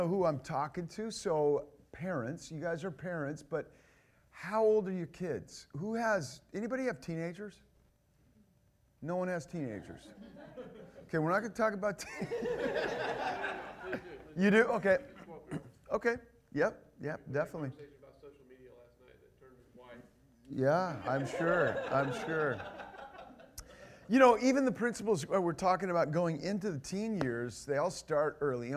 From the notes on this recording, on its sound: This is the first session of the God’s Gift Parenting conference